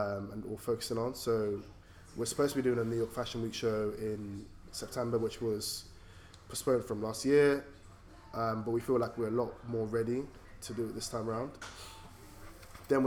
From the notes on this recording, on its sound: we improvised by recording at a pub in central London so please embrace the “ambient” noise